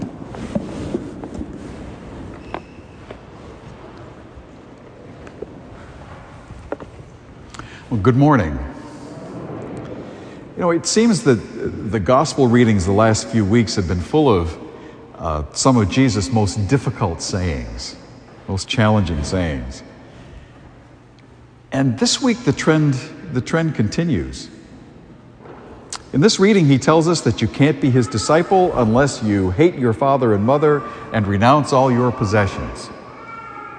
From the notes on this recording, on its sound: A homily delivered on September 4, 2022